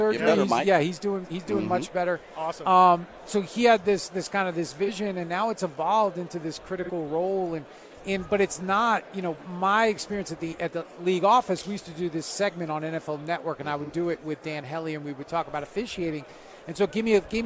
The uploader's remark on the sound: LIVE FROM RADIO ROW in Las Vegas